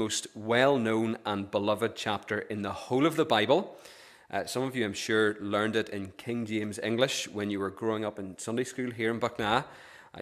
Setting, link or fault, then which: setting, large echoing room